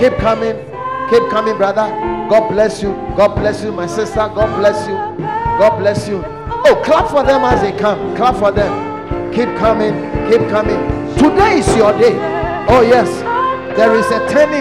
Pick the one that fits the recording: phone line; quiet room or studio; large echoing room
large echoing room